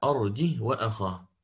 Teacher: بكسر الجيم مع إسكان الهاء دون همز